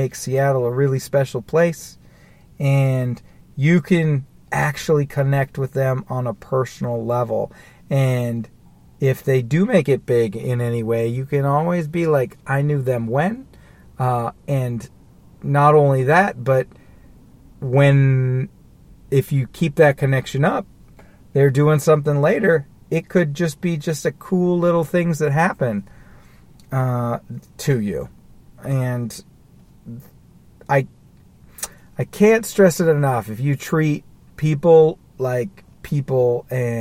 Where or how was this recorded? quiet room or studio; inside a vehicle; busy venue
inside a vehicle